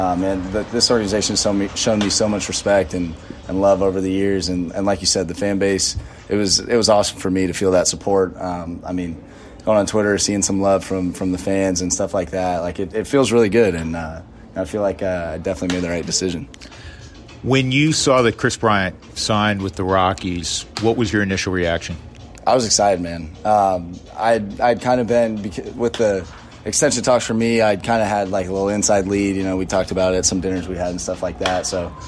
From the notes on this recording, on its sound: This week he's recording from Salt River Fields at Talking Stick in Scottsdale, Arizona.